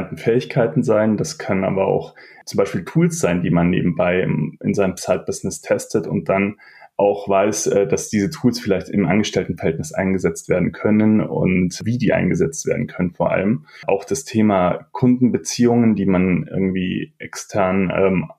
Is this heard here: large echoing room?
no